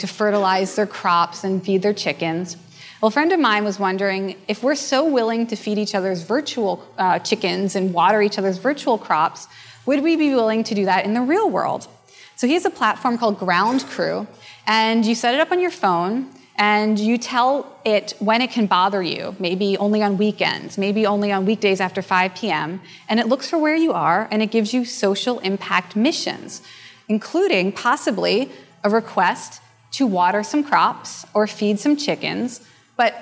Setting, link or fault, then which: setting, live audience